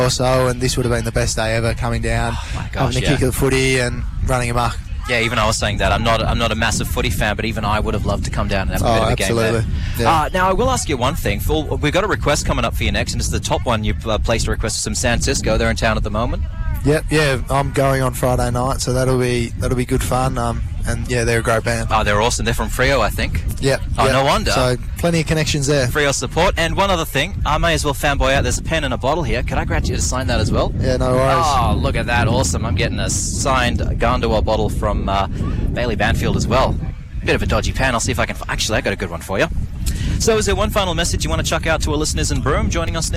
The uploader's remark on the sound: Broadcasts live from Cable Beach for the Kimberley 9's event , a joint initiative by the Purple Hands Foundation and WA Police.